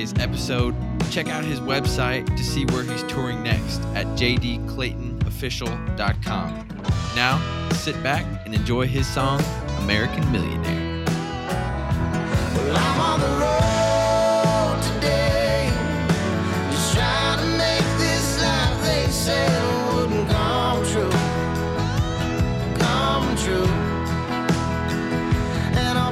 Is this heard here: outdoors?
yes